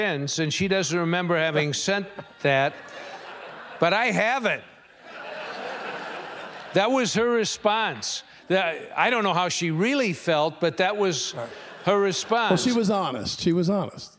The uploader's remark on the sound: at the Turner Classic Film Festival